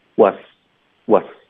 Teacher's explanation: 然后 was 的 z 音呢，我们会轻化成 s 的音